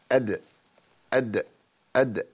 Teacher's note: صوت الحرف من المخرج، لأن الحرف ده فيه شدة. والدال ما فيهاش همس لأنها مش في حثاء